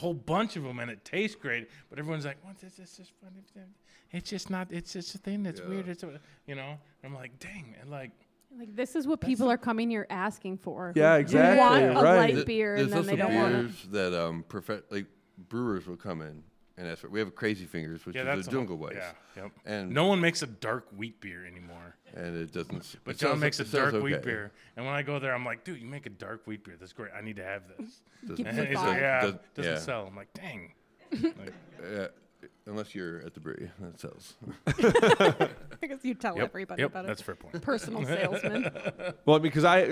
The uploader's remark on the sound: Recorded LIVE in front of an audience inside the Spirit Room at the Mabel Tainter Theatre.